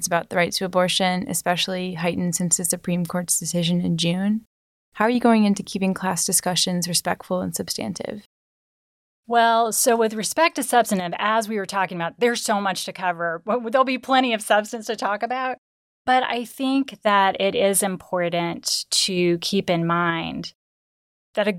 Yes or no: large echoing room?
no